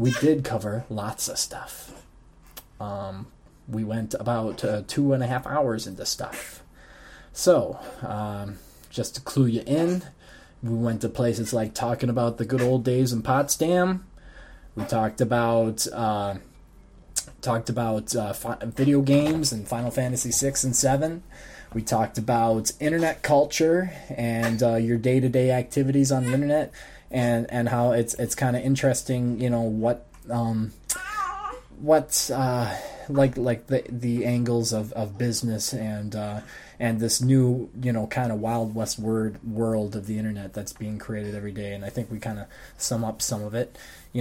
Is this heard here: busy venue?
no